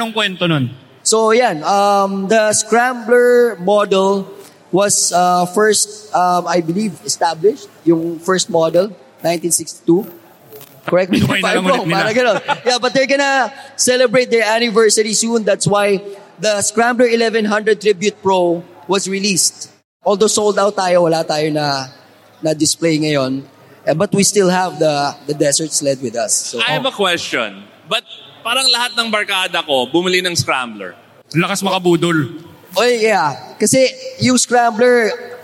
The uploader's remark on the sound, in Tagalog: First time namin mag-record kami ng live sa Metro Tent Convention Center sa Pasig City. First time din namin sa Philippine Motor Heritage Weekend.